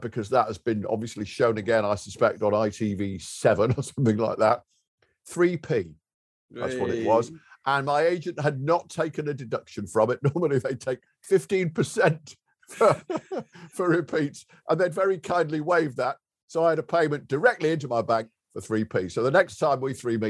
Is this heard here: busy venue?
no